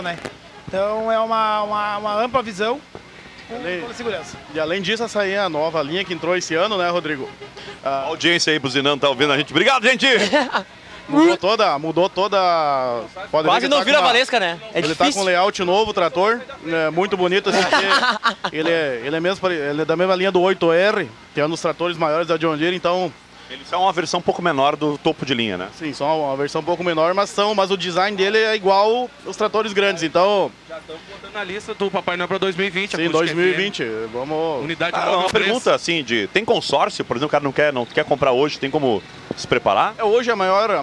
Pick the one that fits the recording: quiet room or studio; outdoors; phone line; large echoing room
outdoors